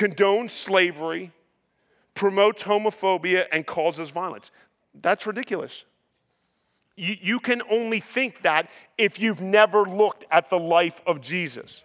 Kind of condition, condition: setting, large echoing room